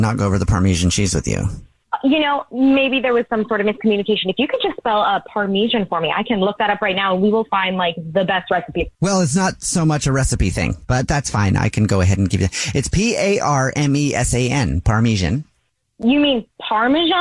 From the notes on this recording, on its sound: Phone prank style. Is on the phone today.